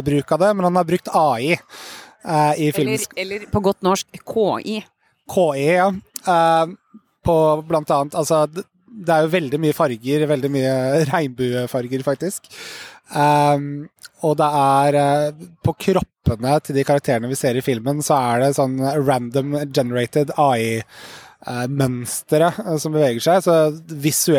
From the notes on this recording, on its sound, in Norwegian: I det provisoriske studioet i en casino-hage på filmfestivalen i Venezia